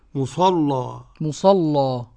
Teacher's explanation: قرأ ورش بتغليظ اللام المفتوح